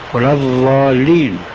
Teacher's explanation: لعجزهم عن النطق بالضاد العربي الفصحى تسمعها منهم ضاء خالصة، ولا الضالين مخرجها بين الثنايا بين الأضراس وحافة اللسان.